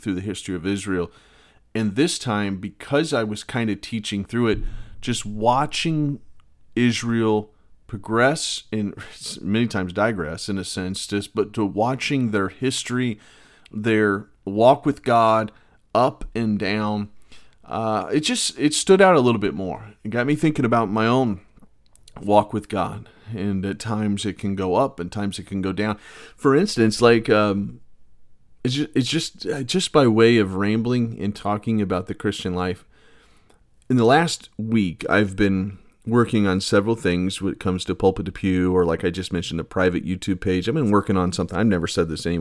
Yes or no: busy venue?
no